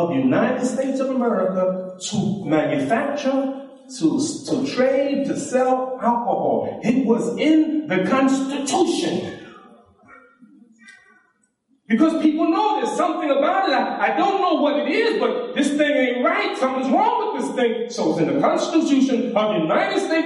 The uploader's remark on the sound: This lecture was given at the IONA Convention.